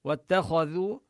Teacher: نبين التاء مرققة والخاء مفخمة، والذال كذلك نبينها مرققة حتى لا تشتبه بحرف الظاء